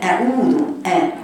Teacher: يعني بقول لك وأنت بتقرأي أعوذ الهمزة مفتوحة والعين مضمومة، لما تيجي تضم العين ما تقوليش ما تخلطيش ضمة العين بفتحة، ما تقوليش أعوذ، يبقى العين هنا مفخمة، العين حرف رقيق، يبقى المفروض أتم الضمة أقرأها كذا أعوذ أعوذ، والواو المادية حركتين تختلسيش الحركتين، لما تيجي تقرأي تقرأيها كذا أعوذ أعوذ أعوذ أ فتحة أ أعوذ.